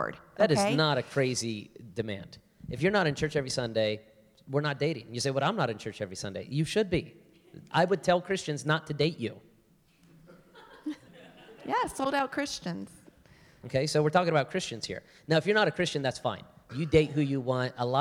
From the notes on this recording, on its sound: Live Q&A from the audience. From the Hillside Gathering.